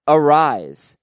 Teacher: He pronounces it Arise, no S sound on the end, like Luis Arias.